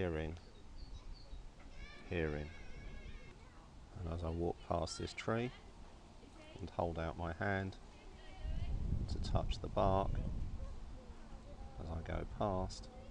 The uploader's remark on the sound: This session was recorded in a park (courtesy of coronavirus lockdown stage 4). This is a recording of a live-streamed class from The Loving Awareness Meditation Course.